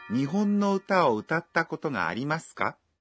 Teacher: Para pronunciar utatta koto, faça uma pausa depois de uta. A frase deve ser falada com uma entonação ascendente no final.